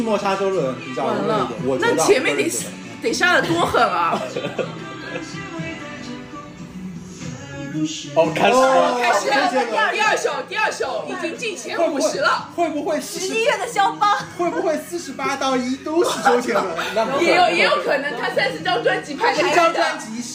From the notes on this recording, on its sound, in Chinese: 当时主播对于如何录制、制作、剪辑播客都是一窍不通，故标识为「全损音质」。偶尔邀请了几个朋友临时起意录一期Reaction!